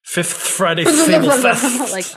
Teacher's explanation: The F sound is not a plosive. It is, in fact, a fricative